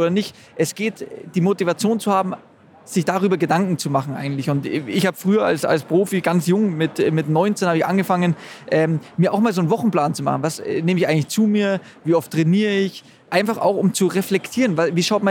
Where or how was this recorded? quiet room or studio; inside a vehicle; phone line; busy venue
busy venue